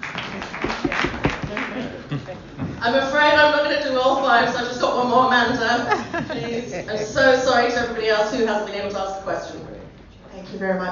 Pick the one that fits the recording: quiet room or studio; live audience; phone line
live audience